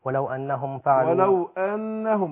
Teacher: النون مشددة تأخذ غنة حركتين